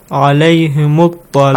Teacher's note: It ends with mim sakin. Yes. But since you have hamzatul wasl right after it, yes, you got to join them.